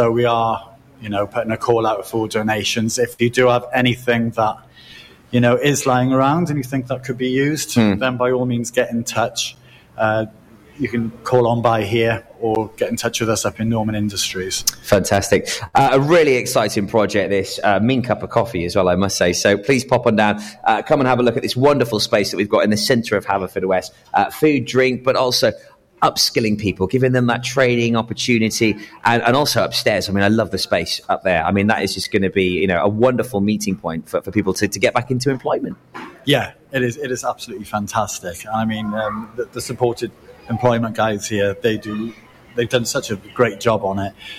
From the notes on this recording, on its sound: live from Caffi Cyfle 12/11 12-1pm